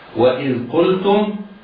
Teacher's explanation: الهمزة الواو الهمزة مرققتان والذال ساكنة